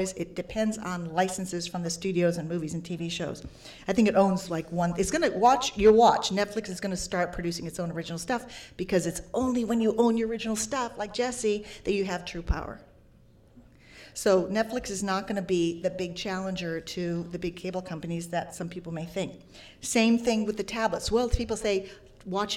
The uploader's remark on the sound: Panel at #Media99 Summit